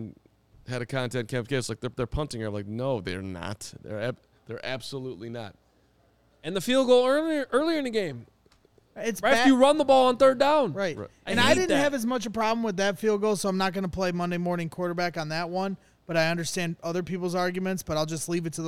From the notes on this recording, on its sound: joined live from MetLife Stadium